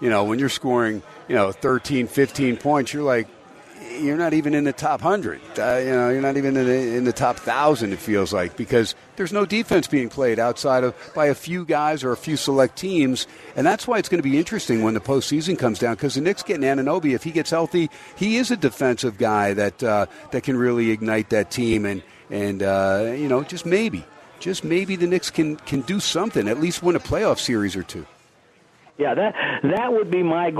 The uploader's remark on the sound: SPORTSXRADIO VALENTINES DAY AT STEINERS PUB 2/14/24. "Live" #SteinersPub #LasVegas.